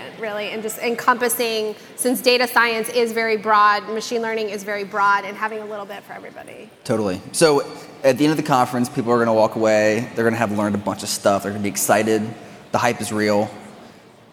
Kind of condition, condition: setting, busy venue